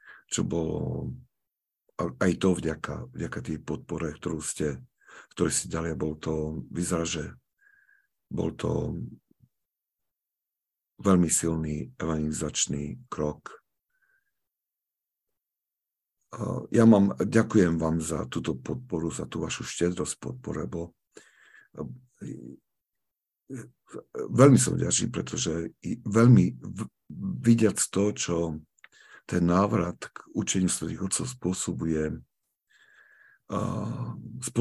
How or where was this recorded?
video call